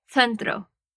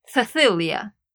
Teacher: En España, la Z y la C, cuando están antes de E y de I, se pronuncia como TH en inglés.